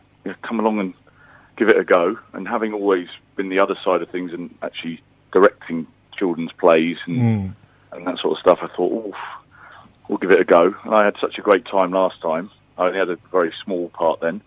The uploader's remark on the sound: Joined on the phone. From The Lyric Players.